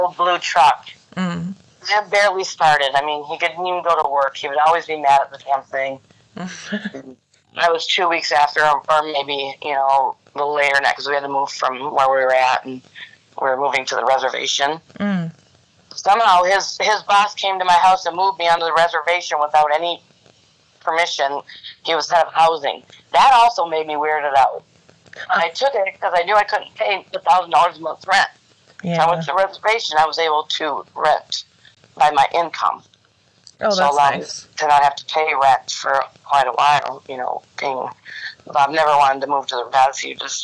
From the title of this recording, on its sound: Phone Interview